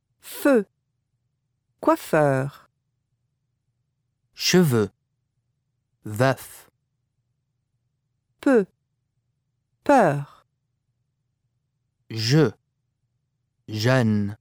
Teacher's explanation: The vowel sounds E as in deux and E as in sœur both involve rounding of the lips. The sound E as in deux is usually found in open syllables and is represented by the spelling EUX.